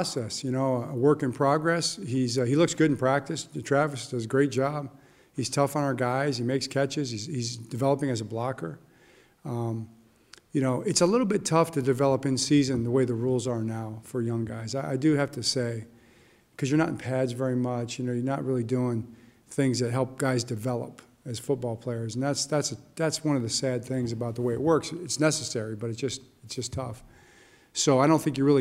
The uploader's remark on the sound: Press Conference